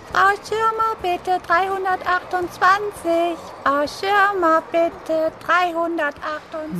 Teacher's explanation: was für eine unangenehme, piepsige Stimme, eine richtig fiese Kaufhausstimme